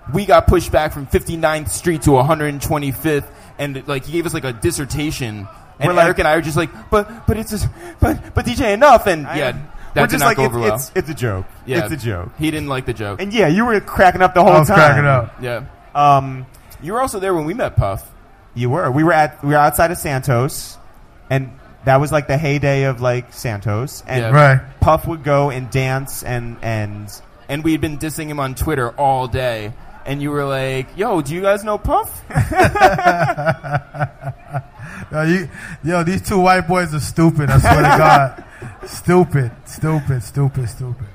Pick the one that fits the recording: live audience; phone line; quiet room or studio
live audience